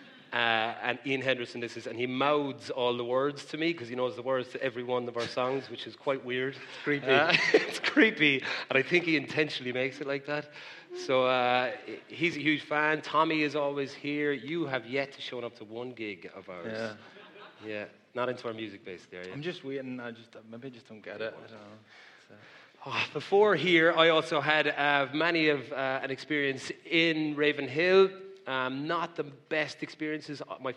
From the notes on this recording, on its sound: LIVE in Belfast. Live(!) at The Belfast Empire.